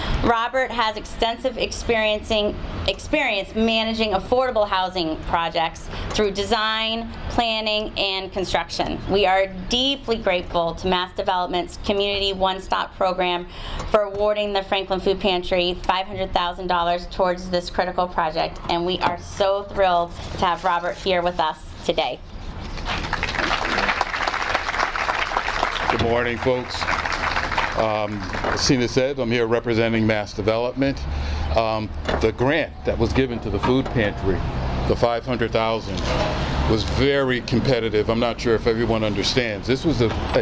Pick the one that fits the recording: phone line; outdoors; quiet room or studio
outdoors